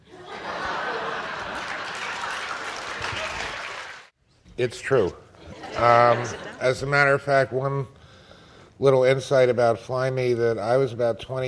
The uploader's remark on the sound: Moderates an audience question and answer session.